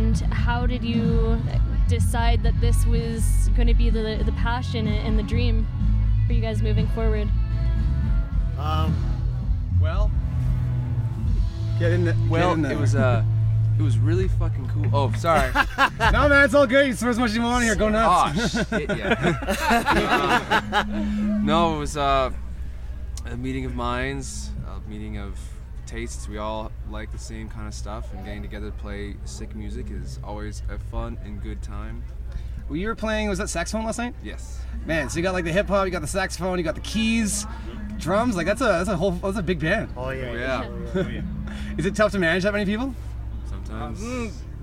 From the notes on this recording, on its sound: The Dream Zine and GRadio.ca booth at North Country Fair. There were a lot of people around the mics, and a lot of music in the background.